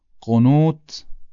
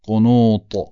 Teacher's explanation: با طا همون تی دو نقطه رو یه مقدار غلیظش میکنم میشه طا